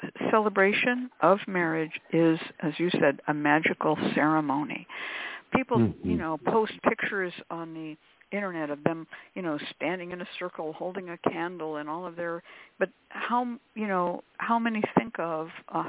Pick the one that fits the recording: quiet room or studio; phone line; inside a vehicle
phone line